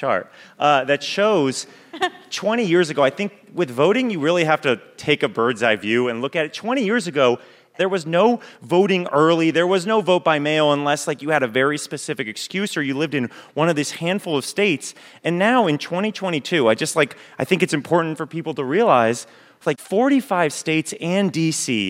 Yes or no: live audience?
yes